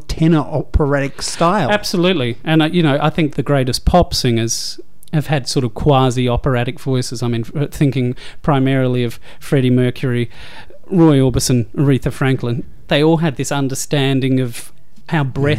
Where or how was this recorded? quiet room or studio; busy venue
quiet room or studio